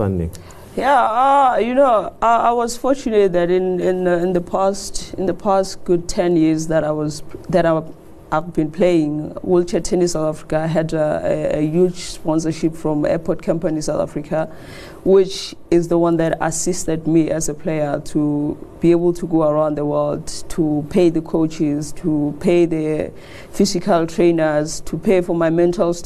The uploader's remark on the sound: We bring you a programme that was recorded at the recent BDTV SME Summit. A business owner from Polokwane won the lucky draw and joins the panel on stage.